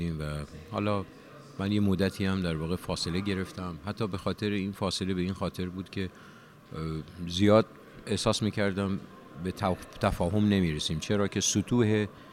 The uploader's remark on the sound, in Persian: این گفت و گو به صورت زنده در خانه هنرمندان ایران ضبط شده است.